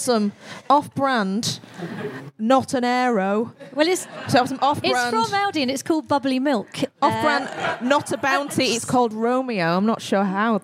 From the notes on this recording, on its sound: 100 FOB LIVE. Took to the stage. Huge thanks to the brilliant team at The Museum of Comedy for looking after us so well, and to everyone who came to watch us there!